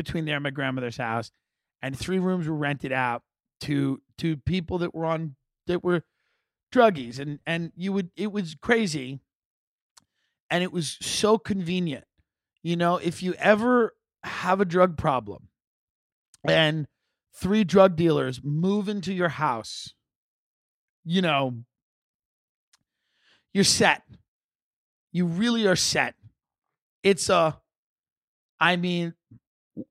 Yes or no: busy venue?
no